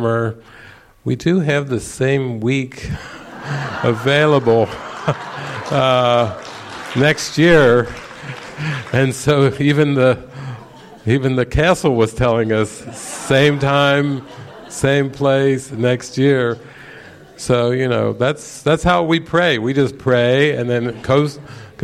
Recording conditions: busy venue